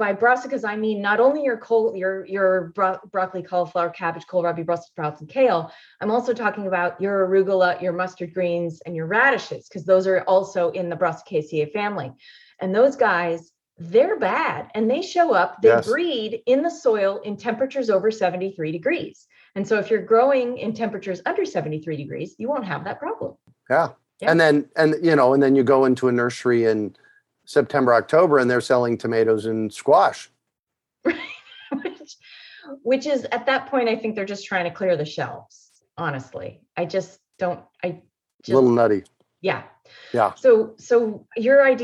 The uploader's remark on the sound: Has a relaxed conversation in a Zoom room with a special guest to cover useful gardening topics, and they answer questions from the live listening audience.